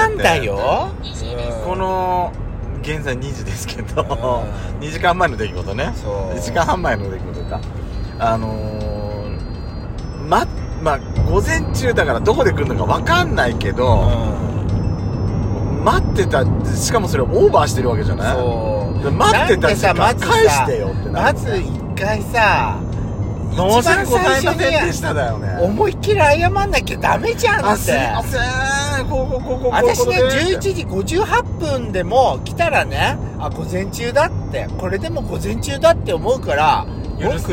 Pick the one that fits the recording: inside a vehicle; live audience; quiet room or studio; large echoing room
inside a vehicle